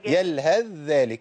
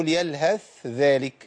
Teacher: ومن طريق التوسط من الشاطبية لينا إضغام الثاء في الذال · Shown in: first take